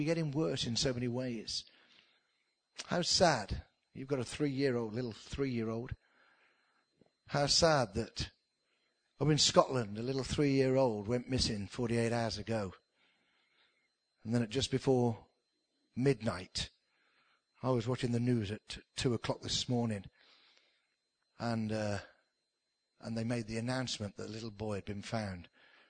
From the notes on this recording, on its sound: spoken at the induction service for the new Minister at King's church